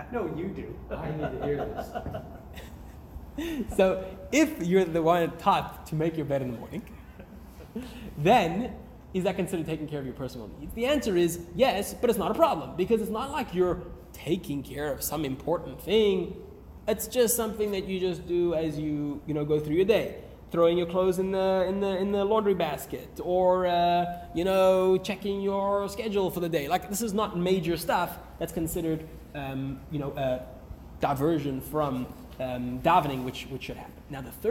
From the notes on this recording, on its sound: Recorded live at The Torah Center ATL on June 6, 2023